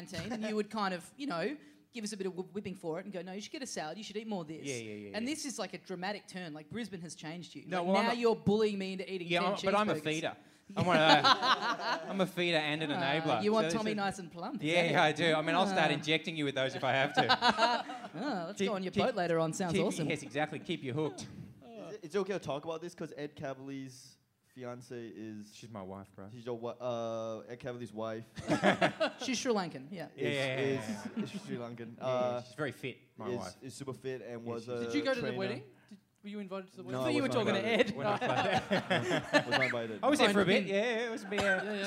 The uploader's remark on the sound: Live!